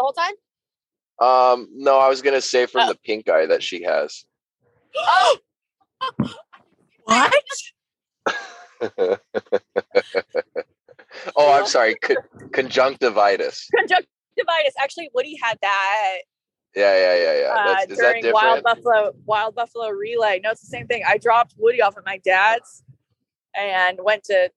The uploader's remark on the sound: The best we could do was hop on an episode while driving home from the Culture Hot Sauce Farmers Market booth.